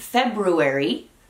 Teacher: se escucha un poquito esa R después de la B